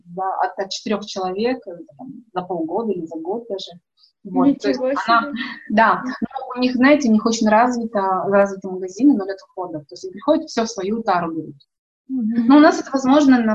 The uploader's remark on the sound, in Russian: Просим прощения за качество звука, оборудование немного подвело...